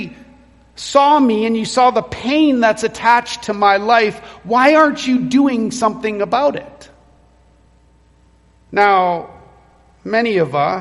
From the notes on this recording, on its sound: Recorded at Renfrew Baptist Church, Calgary